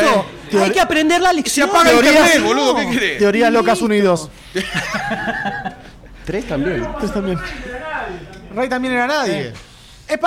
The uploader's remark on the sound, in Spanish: ¿Y qué ocurre cuando se graba un podcast sobre este film frente a una audiencia de decenas de personas, todas ávidas por opinar? Episodio grabado en vivo, in the flesh, en la #LunfaBlockParty.